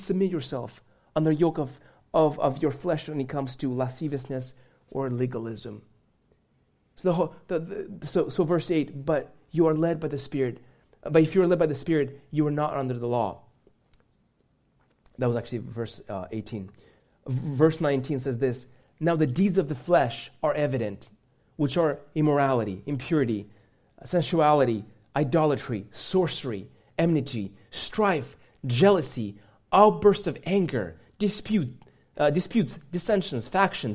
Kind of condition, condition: setting, large echoing room